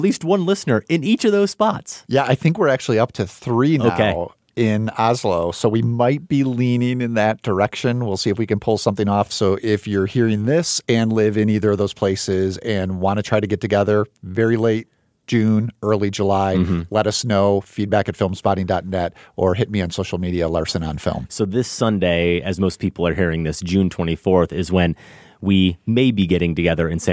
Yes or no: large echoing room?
no